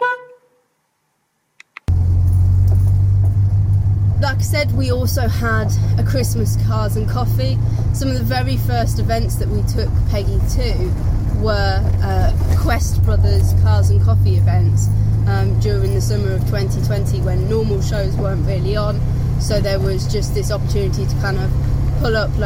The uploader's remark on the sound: all recorded from my 1968 Morris Minor, Peggy